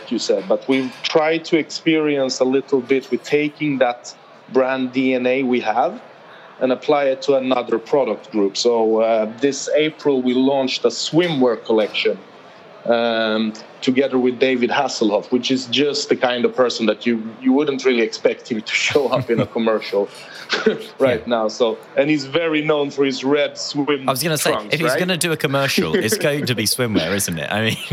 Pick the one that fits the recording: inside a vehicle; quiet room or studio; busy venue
busy venue